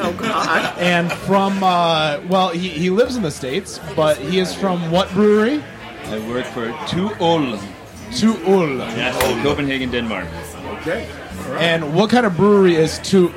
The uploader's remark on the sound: Live from Ale Mary’s in Royal Oak